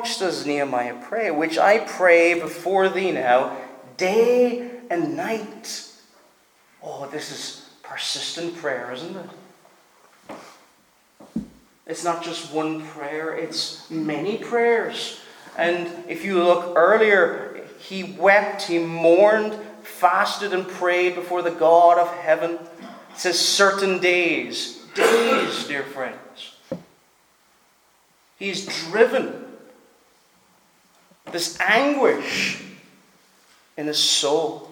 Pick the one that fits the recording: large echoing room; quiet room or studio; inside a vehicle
large echoing room